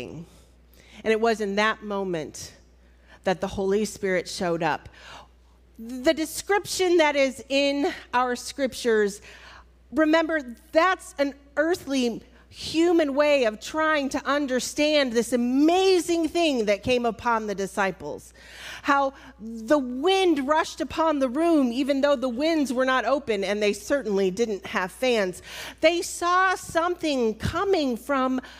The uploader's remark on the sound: Recorded at Altamont First United Methodist Church